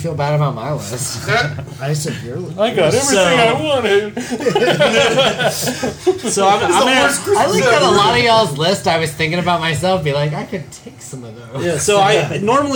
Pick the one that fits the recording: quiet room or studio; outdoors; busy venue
busy venue